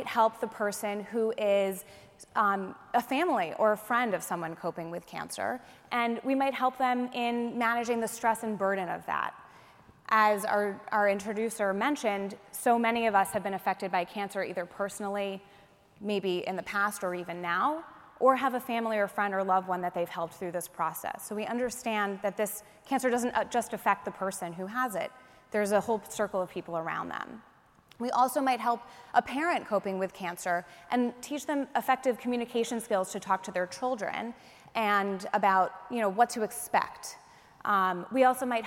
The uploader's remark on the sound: speak to an audience of reunioning alumni